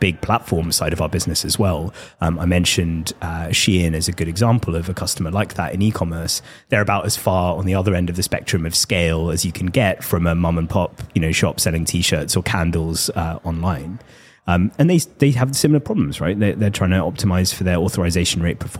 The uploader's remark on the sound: joins The MoneyPot LIVE at our booth in Amsterdam